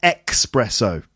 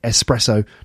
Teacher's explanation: So it's an S, not a K. · Shown in: second take